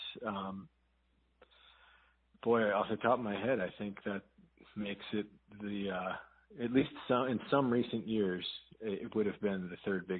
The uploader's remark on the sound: Joining us on the phone.